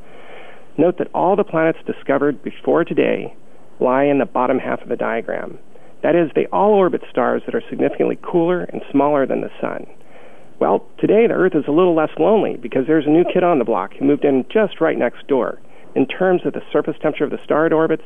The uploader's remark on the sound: Listen to the NASA teleconference where the announcement was made.